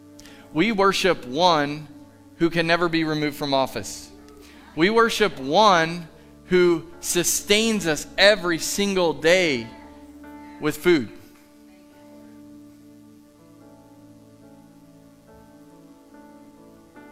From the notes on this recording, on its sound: Live from The Summit Church in Dover, OH